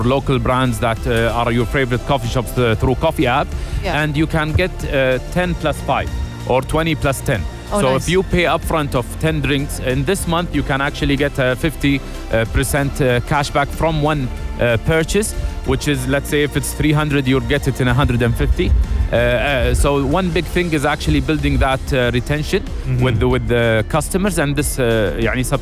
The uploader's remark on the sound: Live from SEF 2024